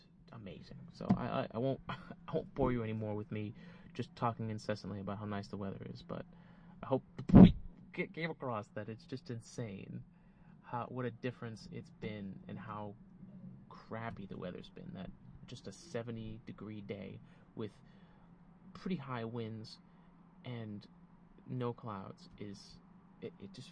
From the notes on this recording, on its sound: This is the first try at recording the podcast "ON-THE-ROAD" - using a new recording device, so I'll be working out the kinks. WARNING : There is some popping and wind distortion - be careful with your speakers or headphones. I did as much as I know post-production to minimize it.